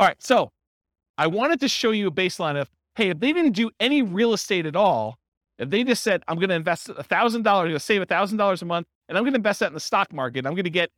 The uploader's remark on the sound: This was a live class recorded.